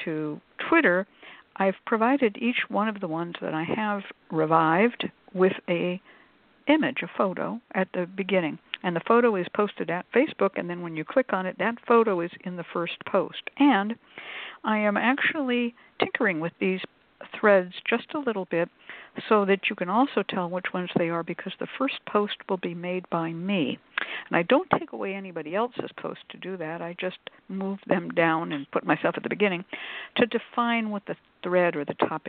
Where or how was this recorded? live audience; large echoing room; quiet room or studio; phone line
phone line